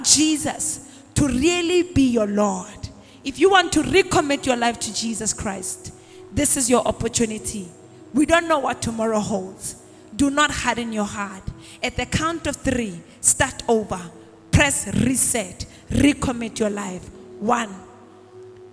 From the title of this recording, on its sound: LIVE AT ABC ROBEGA